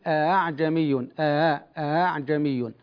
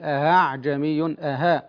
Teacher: أما من ينطق الهمزة هاء زاعما أنه يسهلها فهذا غير صحيح · Shown in: second take · يعني من يقول أعجمي أها، هنا أبدلها هاء.